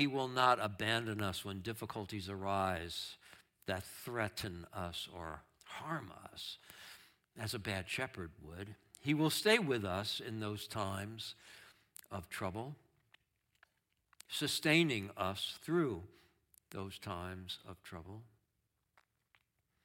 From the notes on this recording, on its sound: Streamed live on video from our campus in Westlake Village, CA.